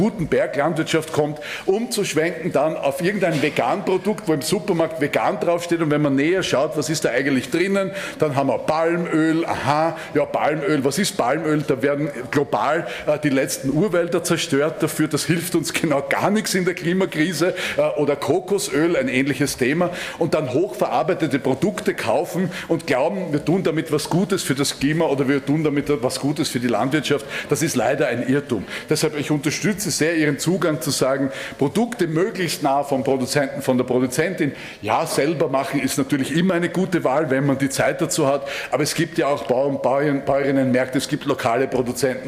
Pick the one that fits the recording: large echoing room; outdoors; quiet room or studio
large echoing room